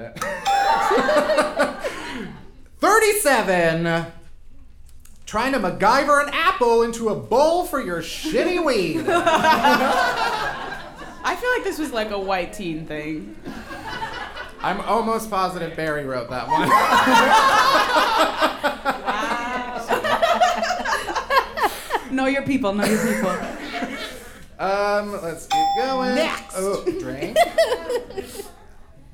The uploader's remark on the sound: Unhappy Hour Live at The Greene Space! We had our very first live show at The Greene Space in NYC!